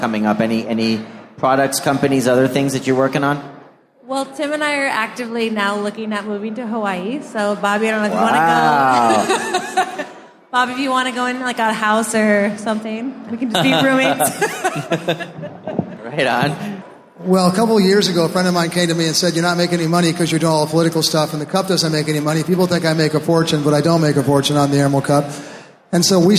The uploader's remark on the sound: Live From the Hawaii Cannabis Expo 2019. Recorded live on stage at the 2019 Hawaii Cannabis Expo in Honolulu.